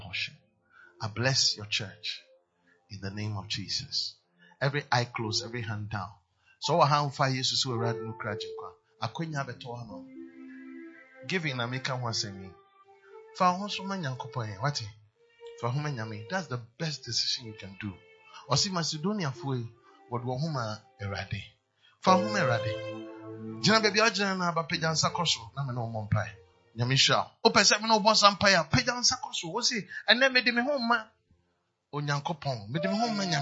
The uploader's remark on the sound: PREACHED ON SUNDAY 26TH FEB, 2023 DURING FLOW ANOINTING SERVICE AT CAPTAIN OF SALVATION CATHEDRAL.